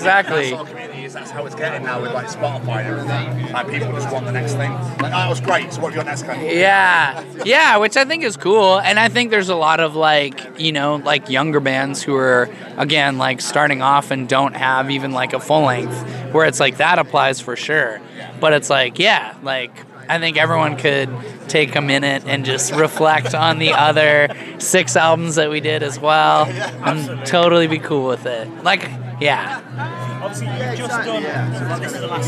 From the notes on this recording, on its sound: From our 'Live from 2000 Trees 2023' series.